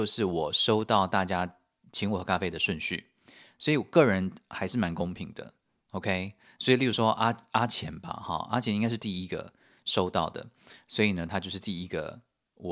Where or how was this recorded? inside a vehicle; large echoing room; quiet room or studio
quiet room or studio